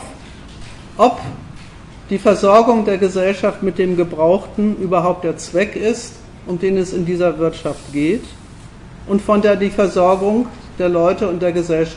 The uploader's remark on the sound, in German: Die Aufzeichnung eines Vortrages in Frankfurt, ergänzt um eine Diskussion anlässlich eines Vortrages zum Thema in Münster.